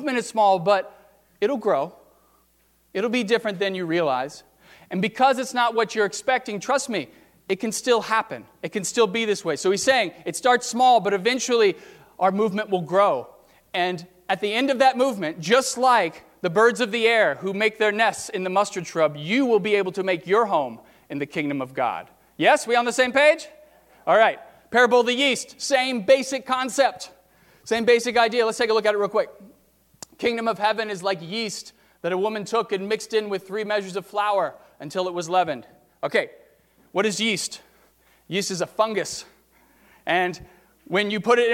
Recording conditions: large echoing room